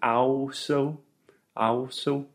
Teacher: So he's saying also, also, so he is com- separating the ah and the u sound and saying them separately, which is really wrong